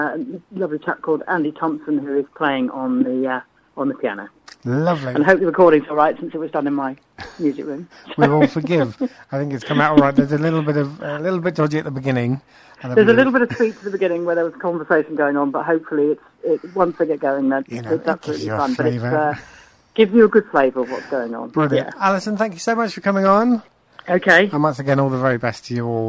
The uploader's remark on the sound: joined on the phone